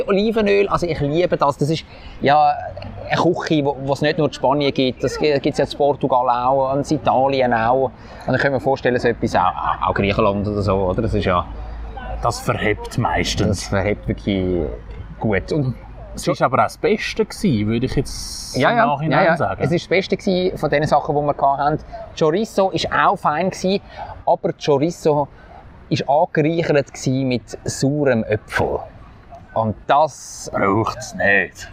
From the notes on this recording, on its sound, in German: Live vom Theater Spektakel. Am Theater Spektakel auf der Landiwiese am Zürichsee probiert. In einer Live-Folge.